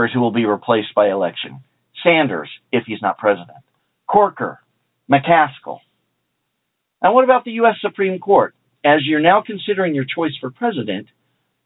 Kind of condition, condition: link, phone line